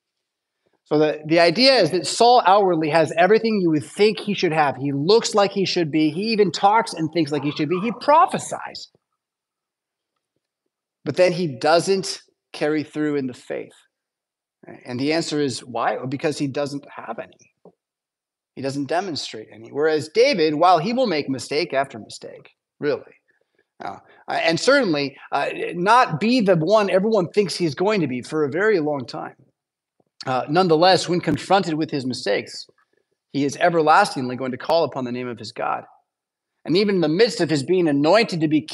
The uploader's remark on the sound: Preached at St Paul Lutheran Church